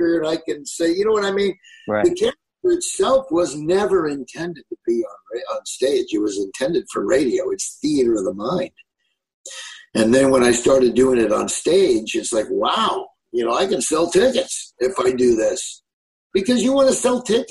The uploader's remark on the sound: From his kitchen in Nebraska to talk over Zoom.